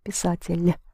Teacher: Make sure you pronounce писатель soft in the ending.